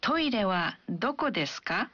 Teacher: saat kita mengajukan pertanyaan dalam bahasa Jepang, kita biasanya menambahkan ka di akhir kalimat dan mengucapkan kalimatnya dengan intonasi yang menanjak